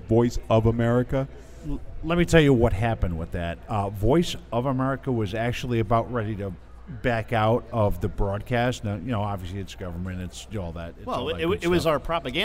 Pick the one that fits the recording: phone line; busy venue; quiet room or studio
busy venue